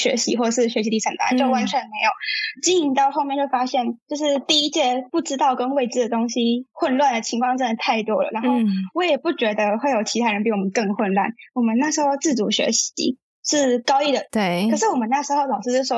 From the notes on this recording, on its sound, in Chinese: 本集為遠端錄音，如影響收聽體驗敬請見諒